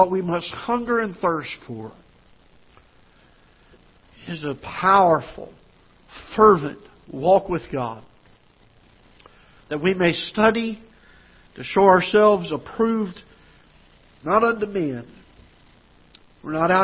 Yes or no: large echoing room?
yes